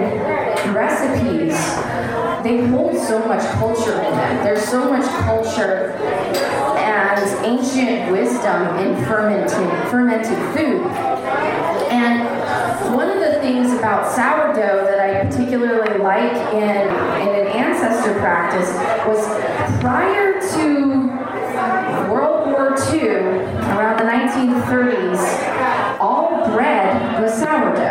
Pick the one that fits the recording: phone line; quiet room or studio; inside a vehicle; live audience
live audience